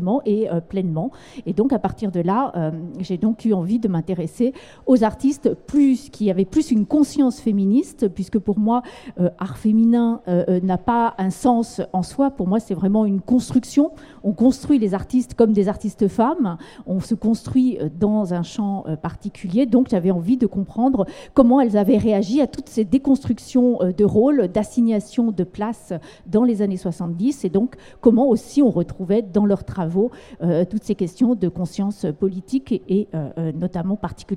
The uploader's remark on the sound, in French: À Beaubourg. Lors d’un enregistrement public le 4 avril 2019 au Centre Pompidou.